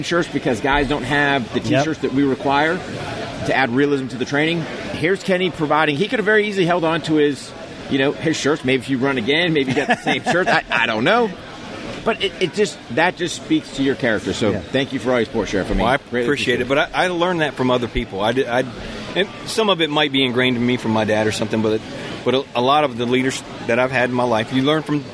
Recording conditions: busy venue